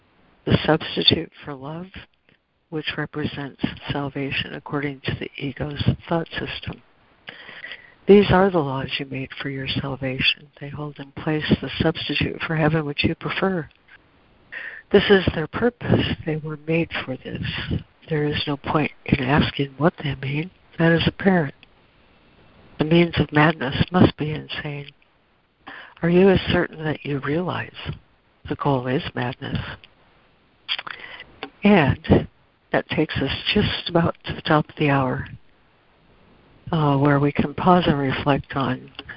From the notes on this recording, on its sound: ACIM Daily Conference Call